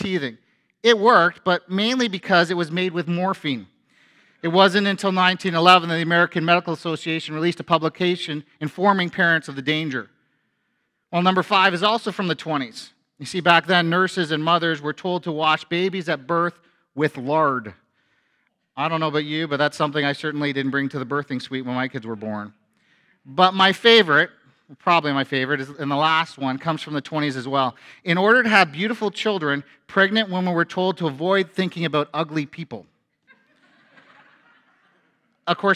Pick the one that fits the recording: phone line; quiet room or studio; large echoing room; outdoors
large echoing room